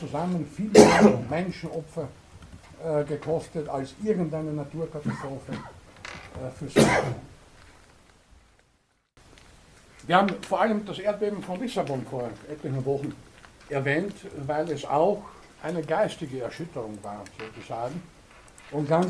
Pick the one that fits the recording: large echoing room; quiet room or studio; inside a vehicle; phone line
large echoing room